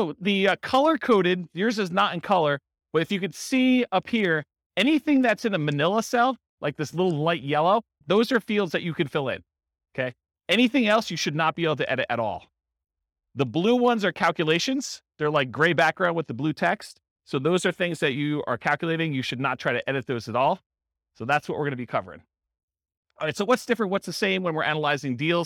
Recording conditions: live audience